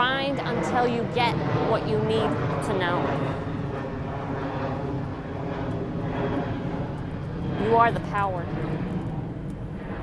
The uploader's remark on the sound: Walk and talk with me.